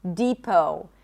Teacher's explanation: It's a high E and then long O as in go, no T